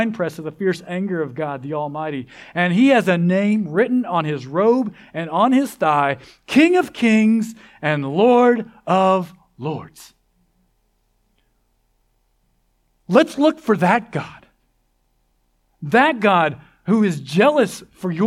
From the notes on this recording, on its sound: This sermon was originally preached at CCC on 1/14/24.